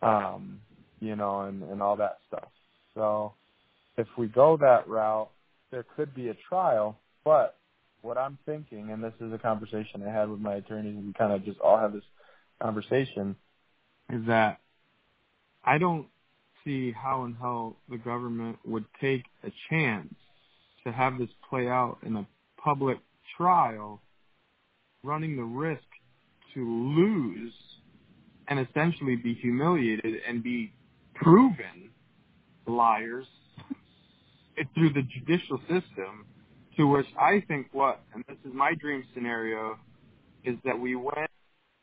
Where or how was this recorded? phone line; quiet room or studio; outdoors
phone line